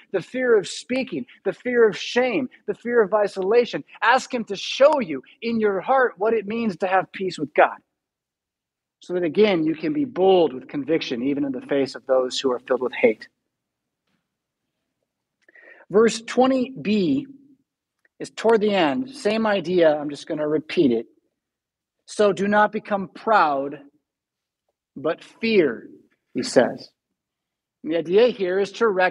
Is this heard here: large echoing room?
yes